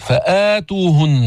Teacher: هذا مد البدل مقصور برواية حفص عن عاصم حركتين